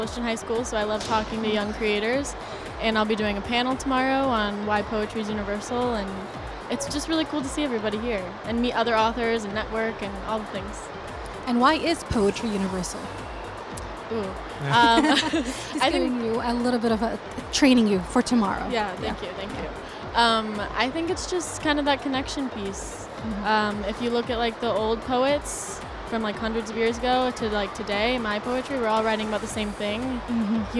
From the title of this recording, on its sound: Live at SIBF 2023